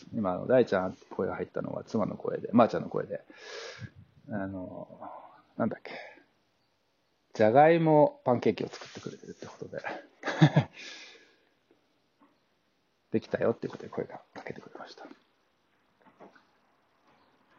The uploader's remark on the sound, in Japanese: 自給自足を支える自宅のフードガーデンで、命の植物たちと向き合いながら、2021年を振り返る。野外で作業しながら収録。若干聴きづらい点があるかもですが、何卒ご了承ください。